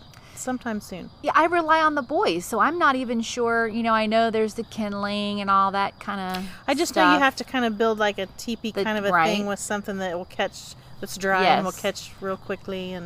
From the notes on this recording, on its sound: The Roadschool Moms crew pulls up a chair by the crackling campfire. The replay is a live recording by the Roadschool Moms team from the back porch and behind the wheel. Broadcasts from central Florida.